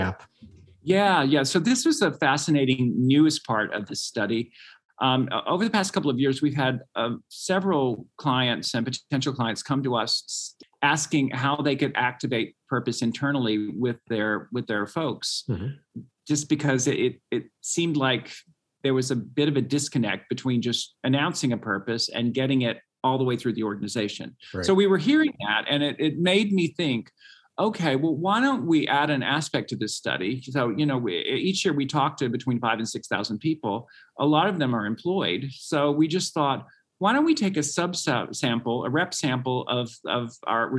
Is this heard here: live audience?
no